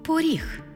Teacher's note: Звук «о» наближається до звуку «у», що ми позначимо в транскрипції.